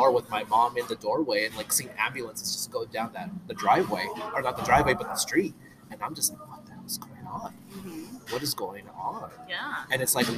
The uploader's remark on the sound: I sit down IN starbucks (pardon the noise).